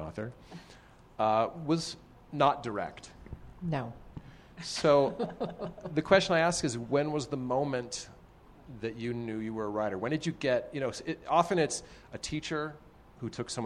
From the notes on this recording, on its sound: Live At Storyfort. Onstage at the Storyfort Festival in Boise, Idaho.